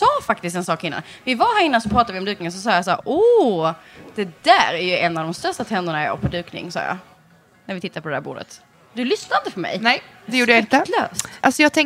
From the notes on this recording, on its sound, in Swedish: Det har blivit dags för Drömbröllops första livepodd! Platsen är Östersund.